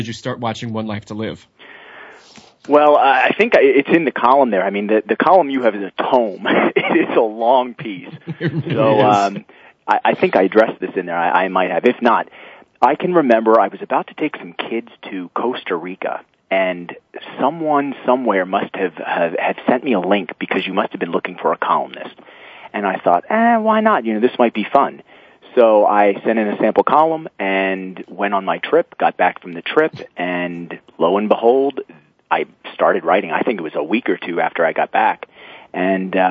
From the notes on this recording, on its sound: Soap Central Live opens the phone lines to fans